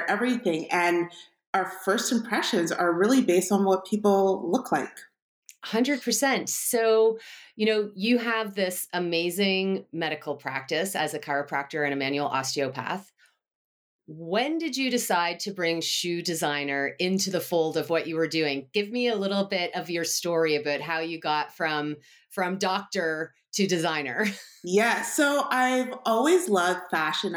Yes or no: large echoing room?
no